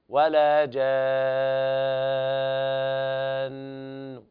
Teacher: بعد ما نغن النون حركتين نأتي بثلث الضمة · Term: الروم